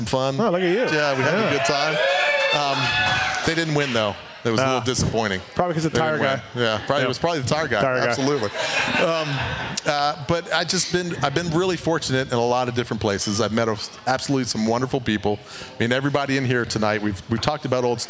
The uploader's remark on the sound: Pulpmx Show LIVE at the Hudl Brewery. HUDL Brewing Co in Las Vegas.